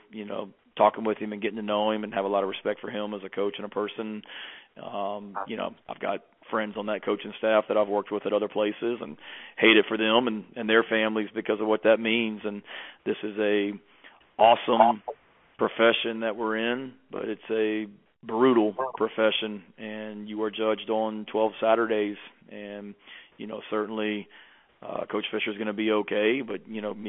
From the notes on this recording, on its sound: Sunday night conference call.